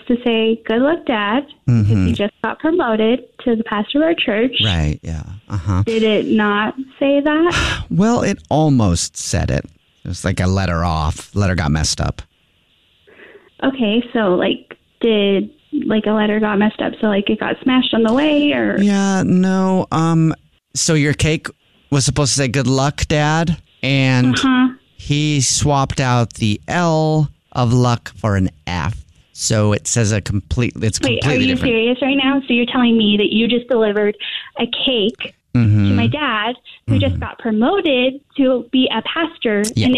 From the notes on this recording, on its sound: phone prank style